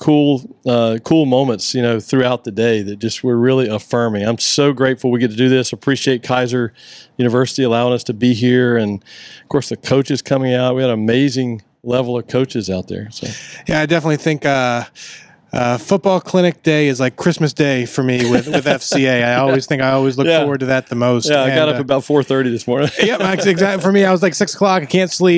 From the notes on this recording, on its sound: Live from the FCA Palm Beach County Football Clinic. Live from the 2023 FCA Palm Beach County Football Clinic.